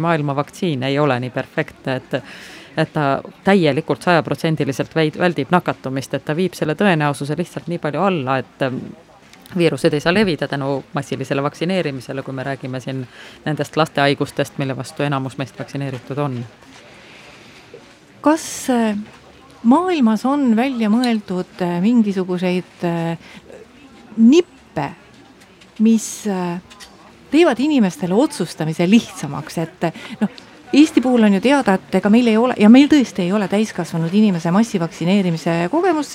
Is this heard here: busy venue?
yes